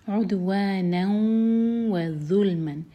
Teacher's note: یہاں پر ہم تنوین کو واو سے مرج کریں گے، ناک میں آواز لے جائیں گے اور دو سیکنڈس کا ٹائم دیں گے، عدوانن و ظلمن